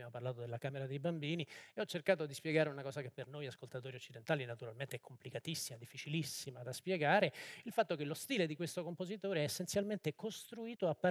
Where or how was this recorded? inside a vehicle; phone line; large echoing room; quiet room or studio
large echoing room